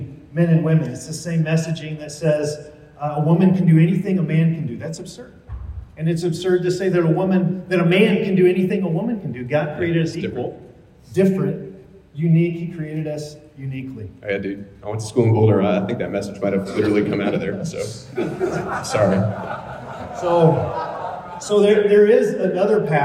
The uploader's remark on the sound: Recorded live at the 2022 Student Mobilization Conference (SMC) in Dallas, Texas.